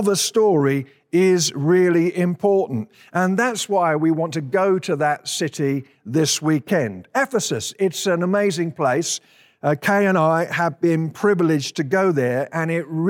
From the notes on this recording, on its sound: At Timberline Church. Live.